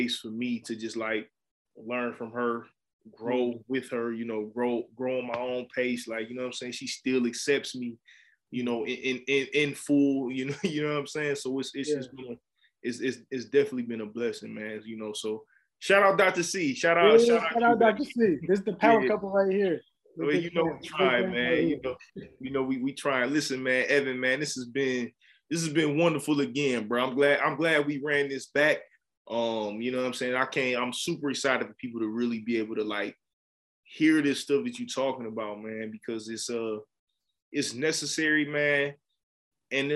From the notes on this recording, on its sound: we virtually sat down